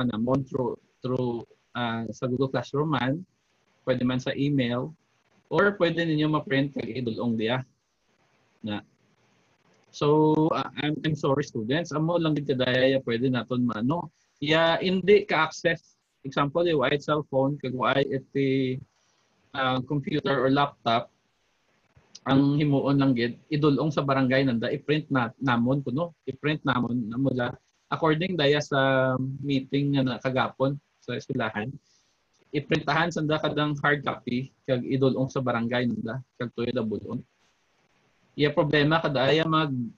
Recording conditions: video call